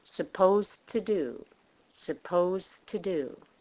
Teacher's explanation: The D and the T are almost like the same sound.